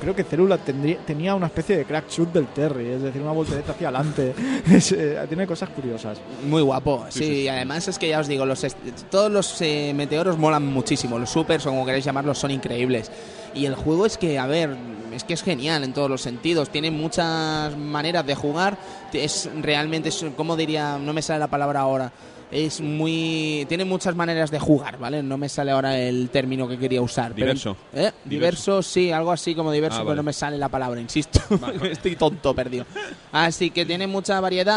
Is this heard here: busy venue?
yes